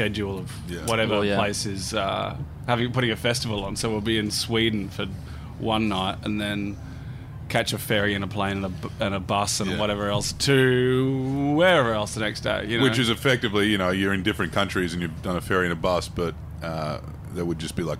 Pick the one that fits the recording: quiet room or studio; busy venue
busy venue